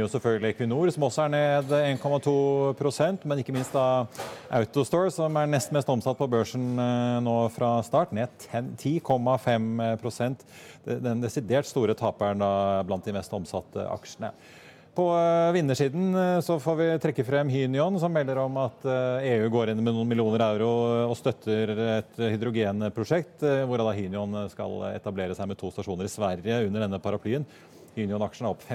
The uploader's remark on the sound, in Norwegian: Live fra Pareto-konferansen